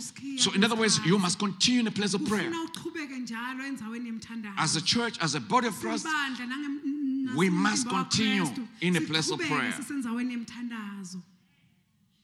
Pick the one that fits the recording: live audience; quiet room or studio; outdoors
live audience